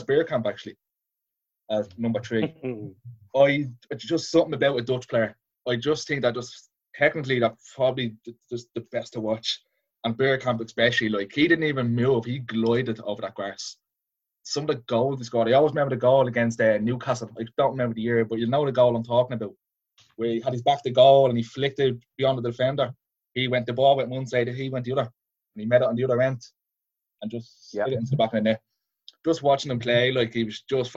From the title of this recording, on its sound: FA Cup Weekend Zoom Show